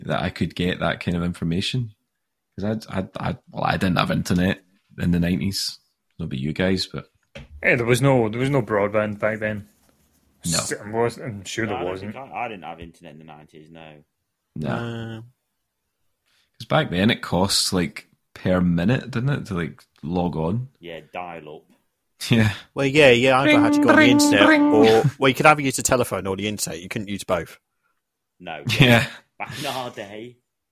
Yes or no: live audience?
no